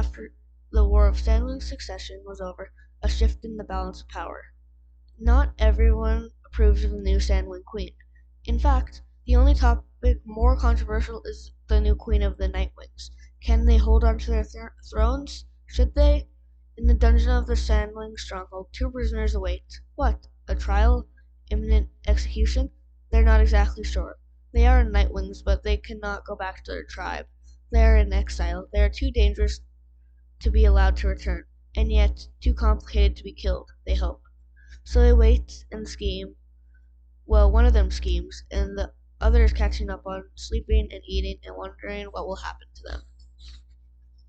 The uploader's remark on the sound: Sorry about the mic.